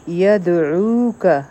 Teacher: په دال باندې سکون دی قلقله به کو